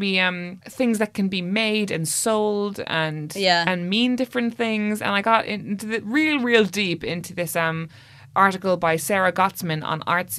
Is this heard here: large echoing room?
no